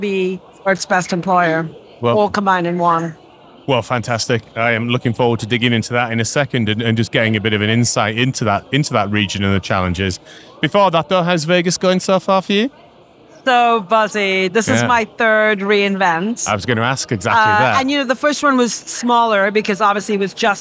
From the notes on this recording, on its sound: We are live from AWS re:Invent 2023 in Las Vegas, direct from the Expo floor, with a limited series of episodes talking to AWS leaders on themes of the conference.